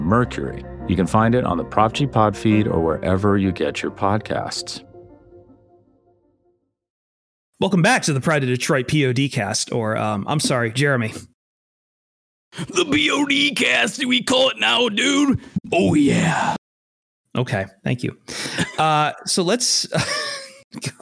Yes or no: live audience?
no